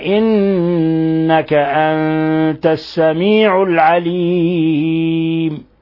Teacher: أنت نون ساكنة جاء بعد حرف التاء، والتاء من حروف الإخفاء الحقيقي